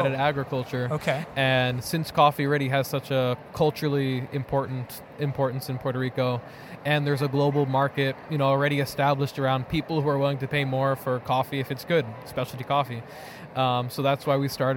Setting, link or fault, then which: setting, busy venue